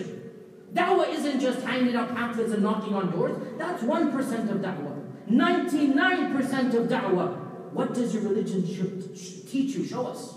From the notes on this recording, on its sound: delivered a powerful Sermon at MCA in Bay Area California